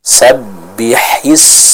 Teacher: maka ha-nya dijelaskan keluar dari tenggorokan bagian tengah.